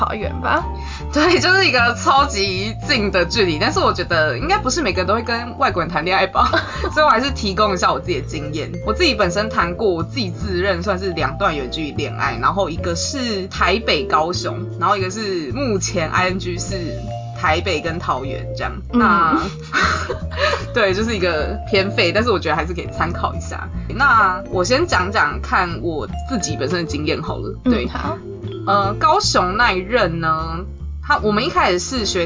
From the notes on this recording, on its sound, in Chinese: 本集收音狀況欠佳，偶爾有車子經過聲音。